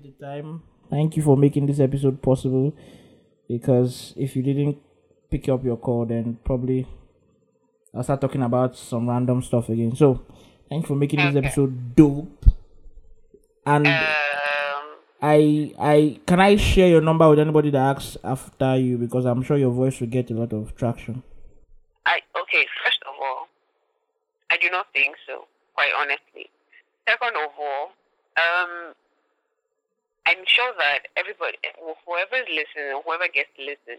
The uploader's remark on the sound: An episode with my first phone guest.